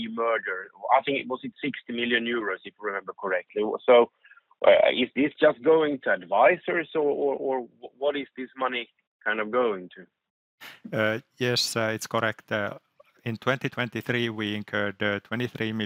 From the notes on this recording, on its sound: A podcast version of Cargotec’s Financial Statements Review 2023 teleconference. Cargotec's Financial Statements Review 2023.